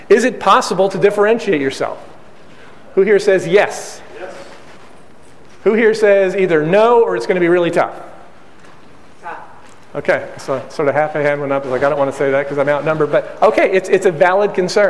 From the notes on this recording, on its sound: A few weeks ago, I posted a podcast and conducted a live training session in Chicago on the topic of Total Market Domination. A sneak peek inside the live training I conducted recently.